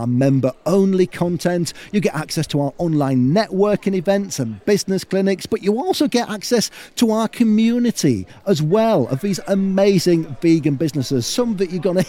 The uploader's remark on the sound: Live from Vegfest Brighton. Takes his roving microphone to search out our Vegan Business Tribe members who were exhibiting at Vegfest Brighton in the UK.